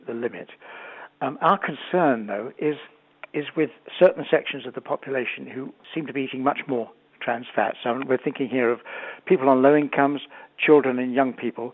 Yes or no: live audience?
no